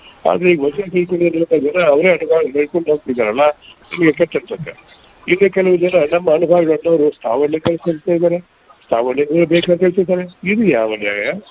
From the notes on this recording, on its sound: Jagatika Anubhava Mantapa-Conference call Meetings Inaugural Speech.